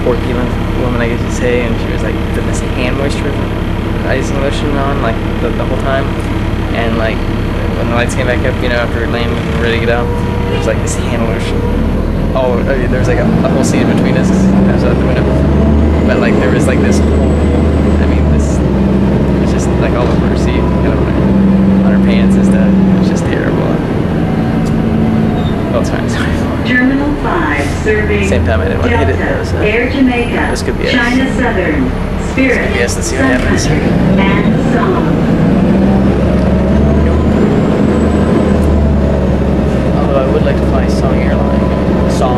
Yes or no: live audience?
no